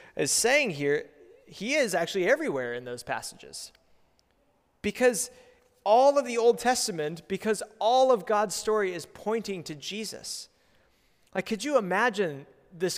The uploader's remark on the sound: preached at Good Shepherd Oak Cliff